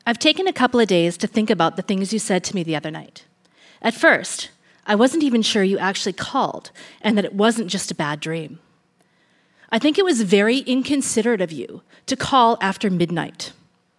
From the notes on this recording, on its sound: Recorded live at the Park Theatre in Winnipeg, MB.